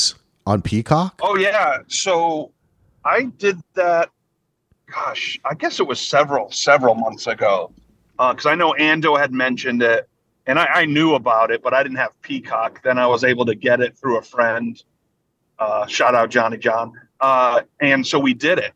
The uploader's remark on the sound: is in the car